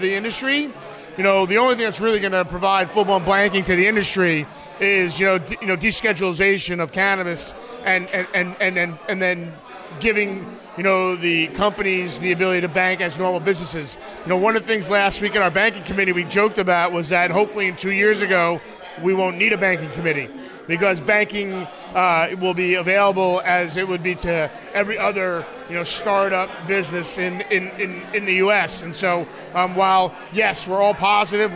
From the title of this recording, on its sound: Live From The 2019 USCC Expo